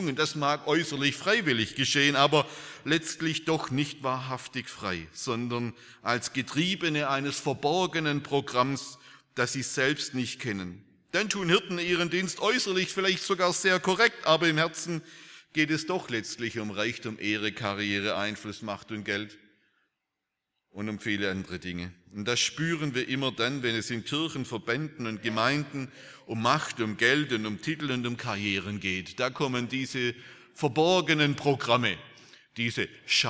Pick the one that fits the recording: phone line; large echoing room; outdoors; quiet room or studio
large echoing room